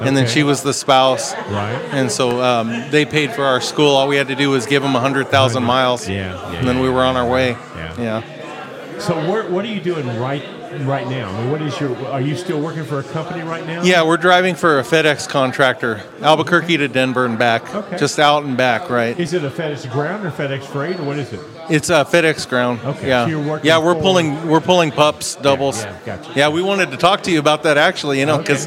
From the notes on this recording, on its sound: It's time again for the RESET YOUR MINDSET LIVE EVENT for 2023. We're live at the Wingate in Hurricane for the reception before the event begins.